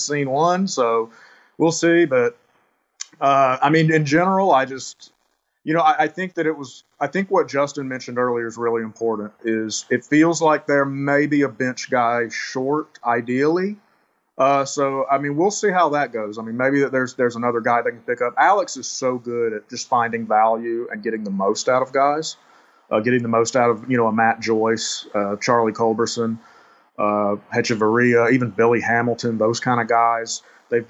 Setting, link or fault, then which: link, video call